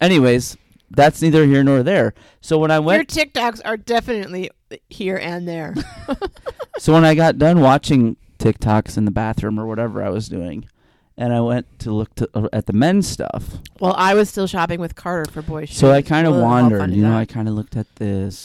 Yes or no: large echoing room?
no